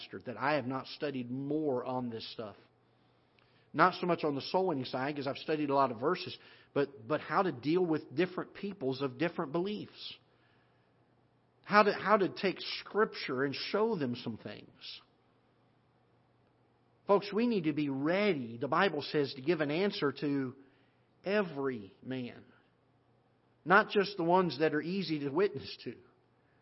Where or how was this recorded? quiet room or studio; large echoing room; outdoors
large echoing room